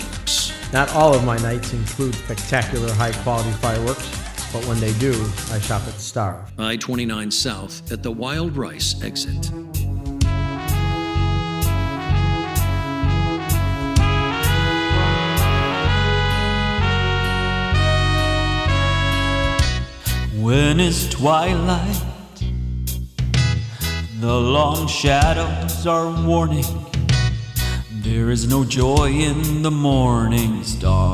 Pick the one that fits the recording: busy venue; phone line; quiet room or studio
busy venue